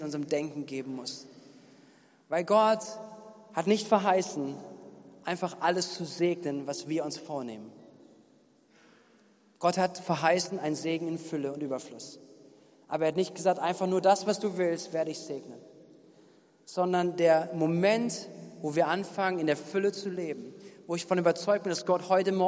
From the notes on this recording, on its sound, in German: Gottesdienst am 18.07.2021.